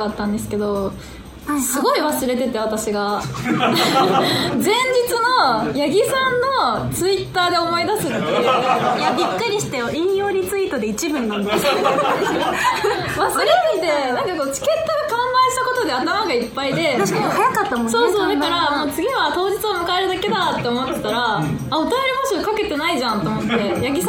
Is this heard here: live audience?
yes